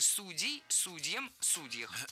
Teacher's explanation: Раньше оба ударения были допустимы, но сейчас выбор сделан, и актуален только вариант «судей» с ударением на корне